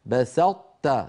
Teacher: نطبق على طاء ثم نفتح على تاء